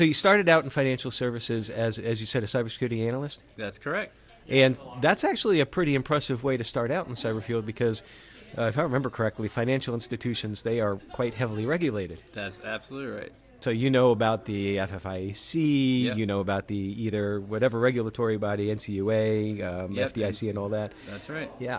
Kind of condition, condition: setting, busy venue